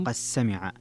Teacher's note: فيها الدال مع السين فيها الإدغام الصغير لأبي عمرو